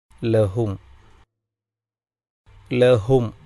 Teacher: സാക്കിനായ മീമിനെ ഇൽഹാറ് ചെയ്തുകൊണ്ട് ഉച്ചരിക്കുക, അതായത് വ്യക്തമായി പാരായണം ചെയ്യുക. ലഹും, ലഹും അവസാനത്തെ ഹർഫ് അക്ഷരം മീമാണ്, സുക്കൂനുള്ള മീം.